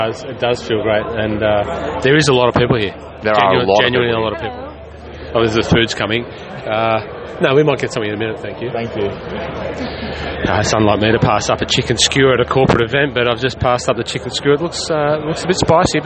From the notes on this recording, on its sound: catch up live at the Aus Open from beside the 18th Green